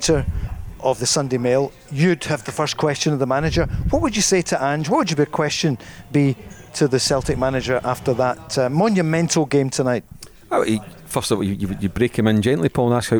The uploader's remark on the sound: live at Radisson Red